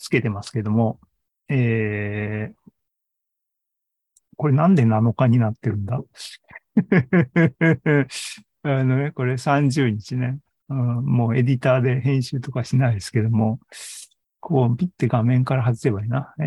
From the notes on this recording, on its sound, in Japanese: ２０２２年１１月３０日に開催した ZOOMライブの模様です。